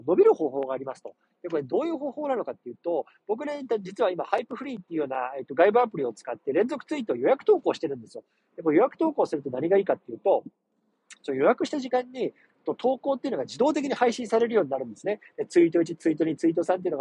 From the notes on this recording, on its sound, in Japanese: 車の中から収録してます。